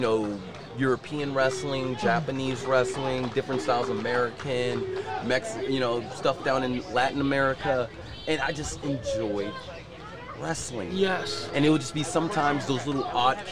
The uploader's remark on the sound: At a live event.